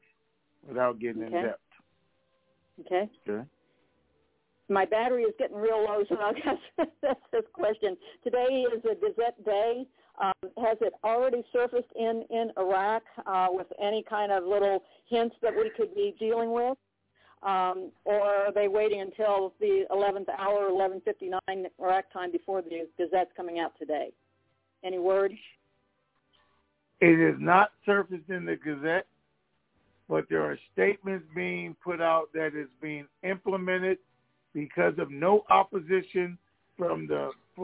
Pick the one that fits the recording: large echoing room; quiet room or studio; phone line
phone line